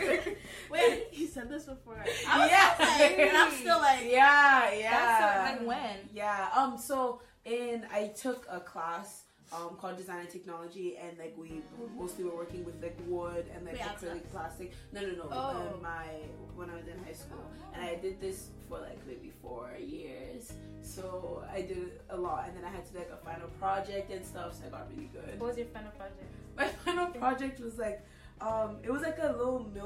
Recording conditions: poor microphone